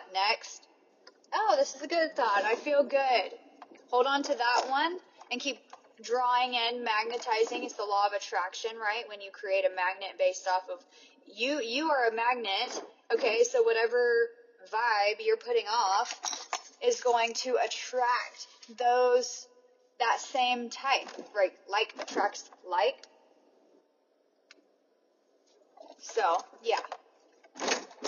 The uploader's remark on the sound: It is little off the cuff riffs with me in my car during my commute. These episodes are not about sound quality. I am well aware that it is far from professional sounding.